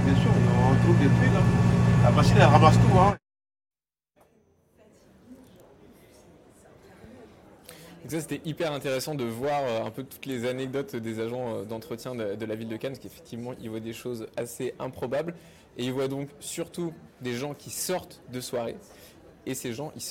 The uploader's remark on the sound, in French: en direct de la Croisette